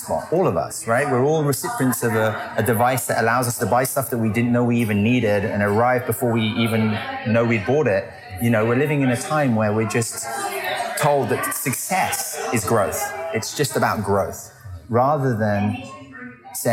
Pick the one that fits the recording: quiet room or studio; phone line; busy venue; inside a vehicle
busy venue